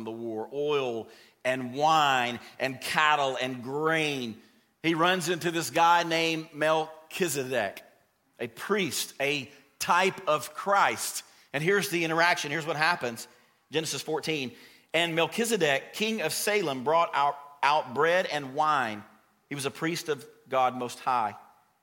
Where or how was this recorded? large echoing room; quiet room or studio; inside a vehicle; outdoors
large echoing room